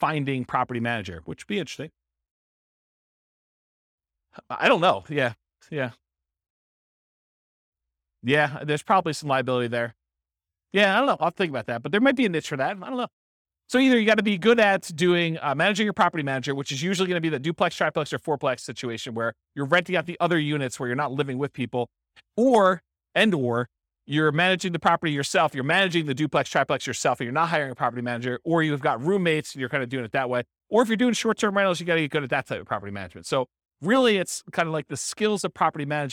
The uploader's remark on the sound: This was a live class recorded